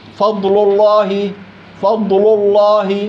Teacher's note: فضل لحال مرققة، الله مفخمة · Term: تخليص الحروف